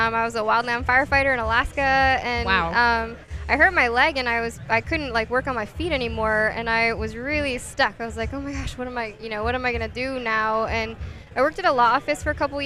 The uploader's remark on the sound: Live from LFNW